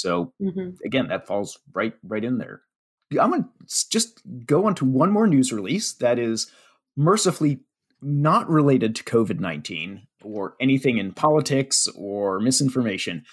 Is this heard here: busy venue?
no